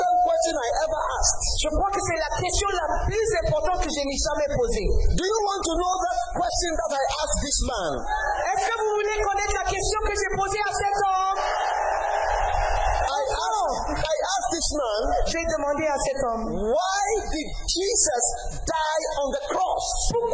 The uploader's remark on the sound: Preached at the Healing Jesus Crusade June 2023, Libreville-Gabon.